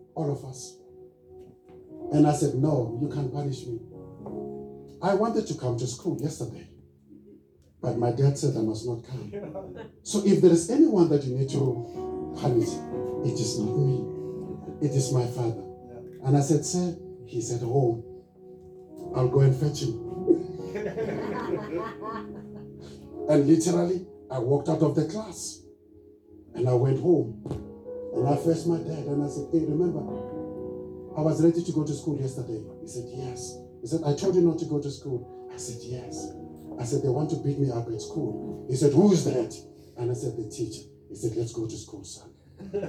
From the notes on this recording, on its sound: Recorded Sunday, 02 July 2023 at Love Beyond in Harveston.